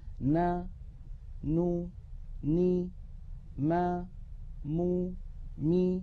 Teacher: هذه الأصوات 6 فيها غنة أنقص ما تكون وهي متساوية في الزمن